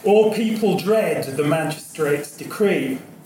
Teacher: what unites these lines is the major pause after the fourth syllable